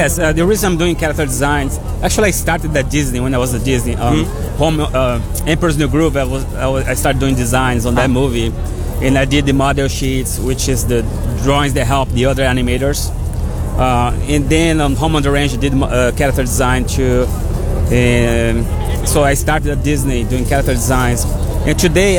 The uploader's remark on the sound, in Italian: Da Lucca Comics & Games 2014 la nostra intervista